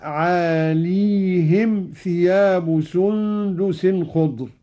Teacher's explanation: قرأ قالون بإسكان الياء